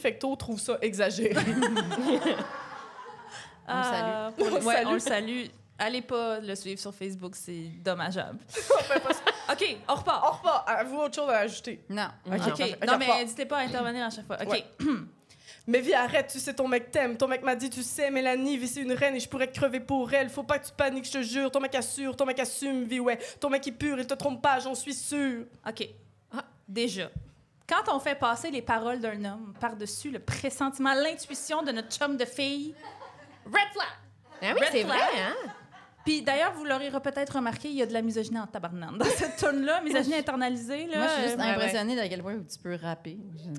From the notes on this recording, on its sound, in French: enregistré à l'Idéal mercredi le 4 octobre 2023